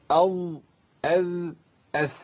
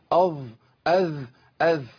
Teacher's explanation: لابد من تمكين المخرج عشان ما يبقاش فيه هواء بيخرج مع الظاء · Shown in: first take · لا نفس بيخرج مع الظاء ولا الذال.